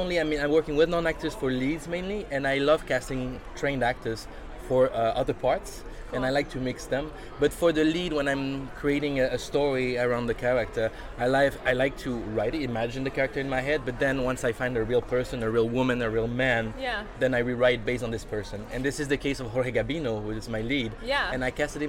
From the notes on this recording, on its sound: HollyShorts LIVE. We are live, on-location at the TCL Chinese Theatre for the 19th annual Oscar Qualifying HollyShorts Film Festival.